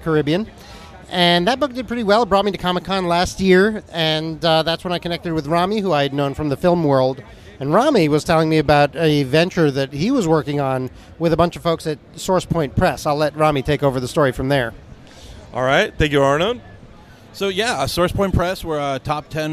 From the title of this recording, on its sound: Geekscape at San Diego Comic Con 2023 Day 2!